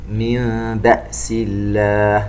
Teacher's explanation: نون ساكنة وبعدها حرف الباء إقلاب، ويترتب عليه حكم الإخفاء الشفوي